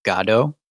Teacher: The first syllable is emphasized, so the God part.